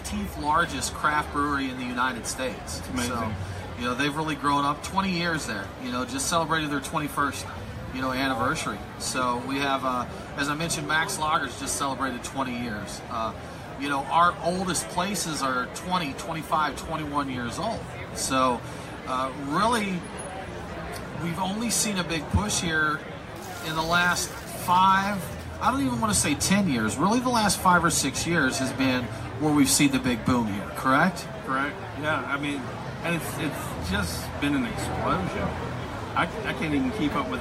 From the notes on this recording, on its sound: sit down with us at the 2018 Roswell Beer Festival